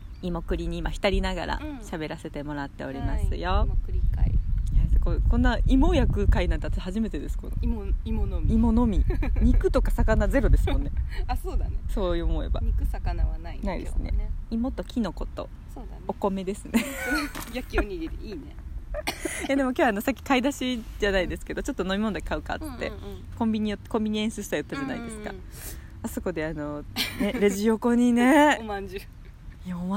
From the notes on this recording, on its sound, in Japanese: 今日は芋と栗をつつきながらの収録だよ！岐阜県のシンボル、長良川のほとりにて火を起こし、芋を焼き、栗をころがし、きのこを食らう。というわけで、野外収録です！秋の空、鳥や川と山々の音すべてを、まるっとパッキングしましたよー！